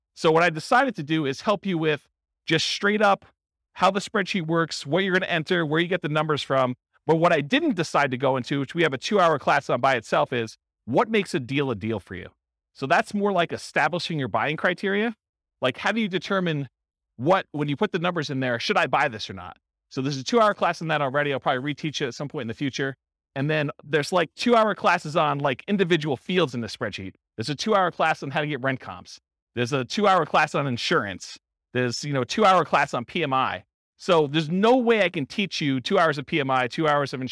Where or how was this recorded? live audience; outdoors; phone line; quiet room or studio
live audience